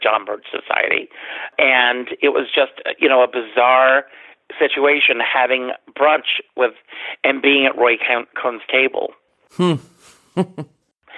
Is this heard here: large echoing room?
no